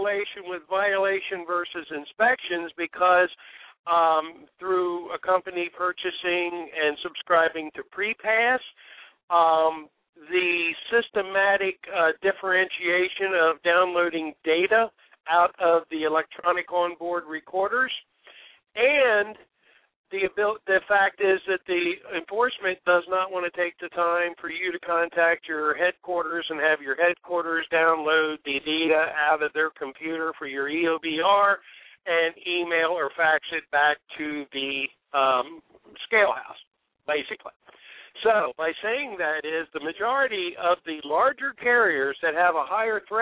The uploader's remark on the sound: We open up the phone lines in our Trucking Open Forum show